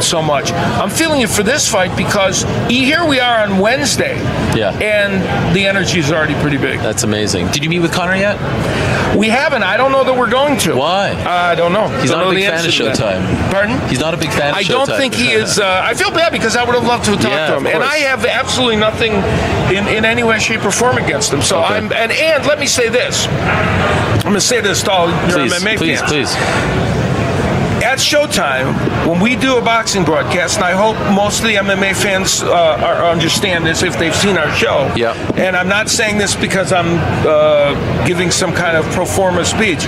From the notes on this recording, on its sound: On this special edition of The MMA Hour, live from Las Vegas, site of Mayweather vs.